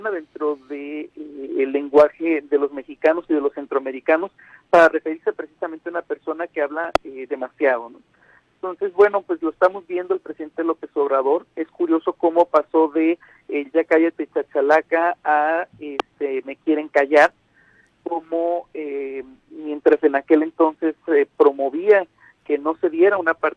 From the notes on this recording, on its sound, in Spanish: entrevistamos vía telefónica